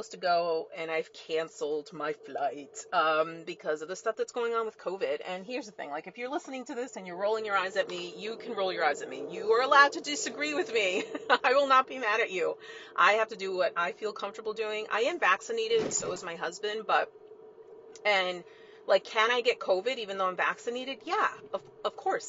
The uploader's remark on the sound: (Car Episode). Recorded from my car- so I apologize in advance for the crap audio.